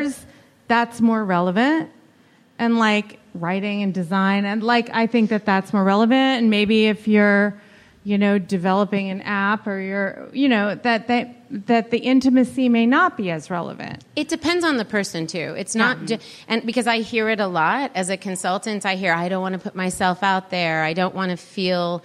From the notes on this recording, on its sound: Our final installment of the live LIBERTY Sessions in Pasadena. We've had a blast sharing these panel discussions.